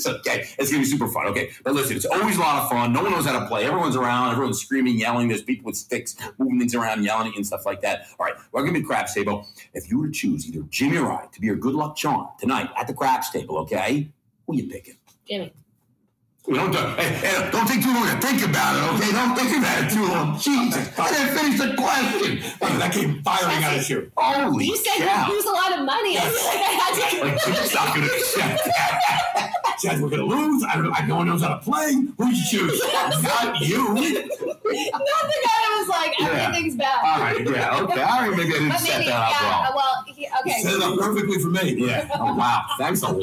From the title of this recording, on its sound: LIVE FROM FOOD ON DEMAND IN LAS VEGAS